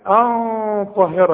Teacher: شوف الغنة دي طلعت ازاي تخينة، شوف ان طلعت من الخيشوم، ايوة اللي هي الانف هنا.